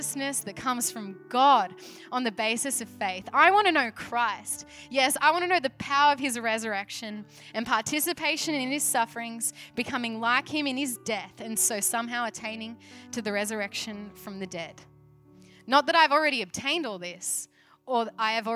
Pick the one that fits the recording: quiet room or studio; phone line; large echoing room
large echoing room